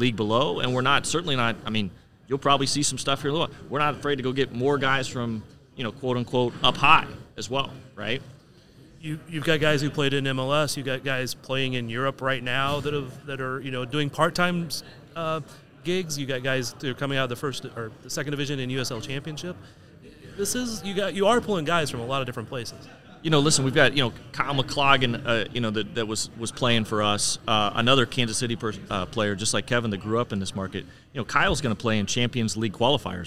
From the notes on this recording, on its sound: We're recording from the United Soccer Coaches Convention in downtown KC this week, and there's a certain buzz about arena soccer around here.